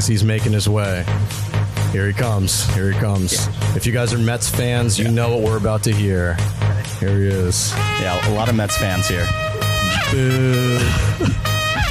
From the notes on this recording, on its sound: LIVE at Wandering Barman!